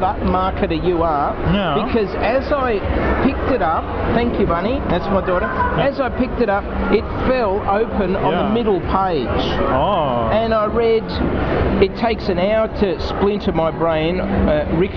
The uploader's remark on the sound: talks to the punters at Oz Comic-Con in Melbourne